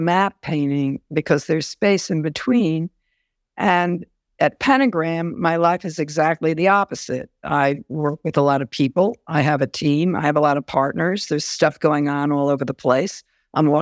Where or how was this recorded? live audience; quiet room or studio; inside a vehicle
quiet room or studio